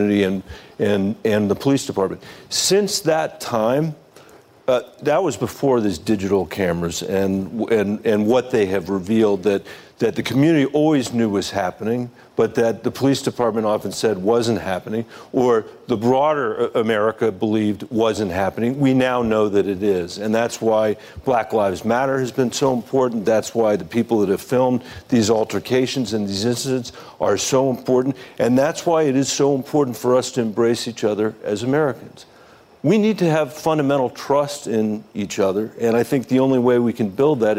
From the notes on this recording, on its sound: A live town hall. In Atlanta, Georgia.